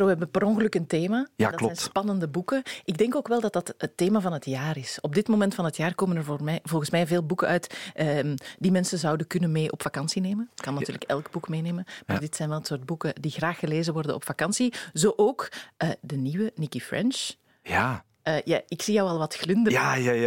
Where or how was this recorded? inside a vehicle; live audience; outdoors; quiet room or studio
quiet room or studio